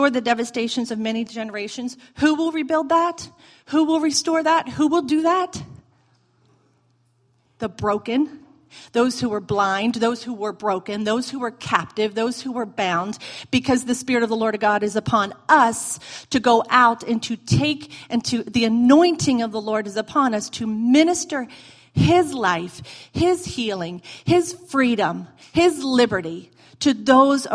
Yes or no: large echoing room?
yes